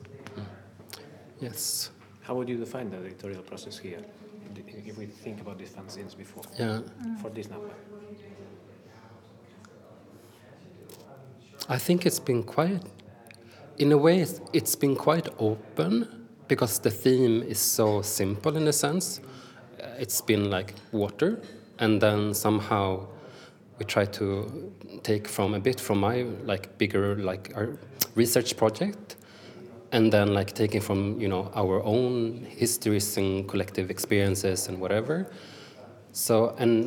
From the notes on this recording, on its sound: Index hosted the release of Delta - an ocean call. This podcast is the first in a series of three recorded during publication releases at Index.